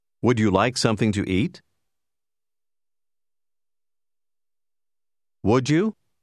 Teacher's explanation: In una conversazione piuttosto spedita, le parole tendono a legarsi l'una con l'altra. Nella domanda appena ascoltata, would, you, si uniscono in modo da generare il suono giù.